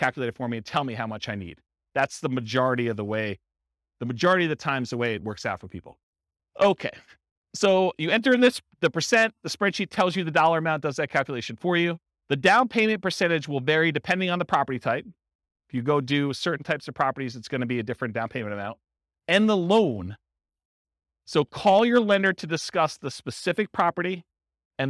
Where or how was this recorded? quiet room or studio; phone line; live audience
live audience